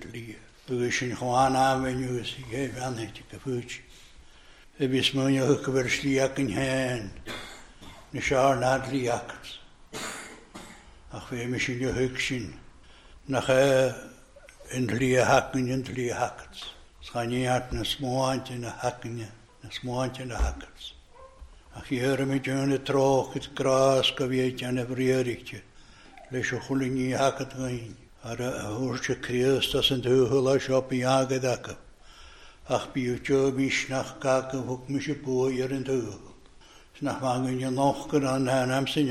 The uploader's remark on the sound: recorded at North Harris Free Church on the evening of Sunday, 5th March 2023.